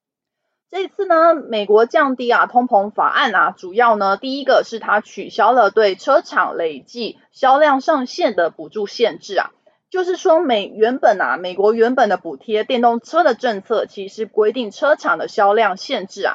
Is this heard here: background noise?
yes